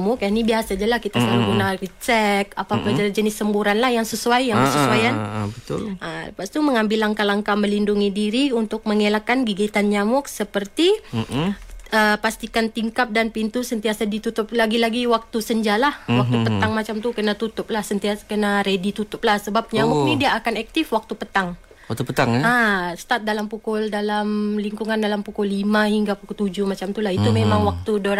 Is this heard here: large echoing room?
no